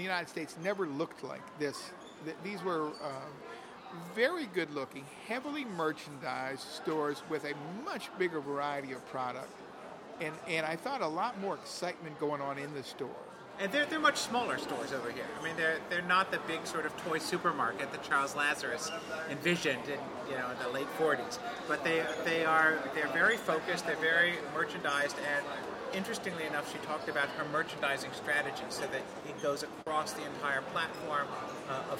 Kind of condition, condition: setting, busy venue